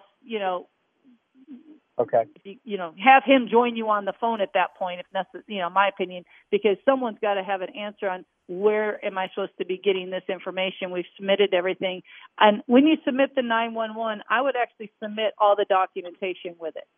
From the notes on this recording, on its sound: On the phone answering queries from listeners with tax questions. Live from America's Music City.